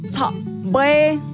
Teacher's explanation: cortan la palabra un poquito más rápido, usando un golpe de voz en la garganta. Suena como tsa-bue.